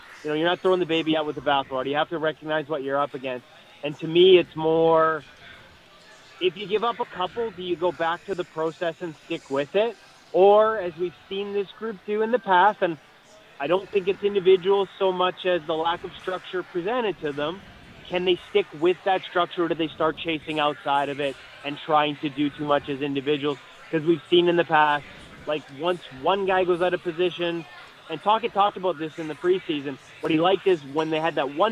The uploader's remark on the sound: live from Parq Casino